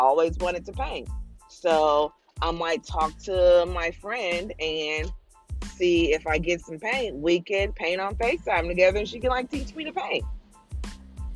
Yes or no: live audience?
no